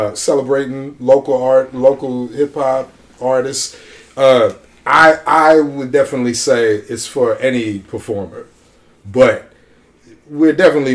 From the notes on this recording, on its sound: Richmond Con Special. HEADPHONE WARNING!!!! There is a lot of loud laughter in this episode so listen at your own risk.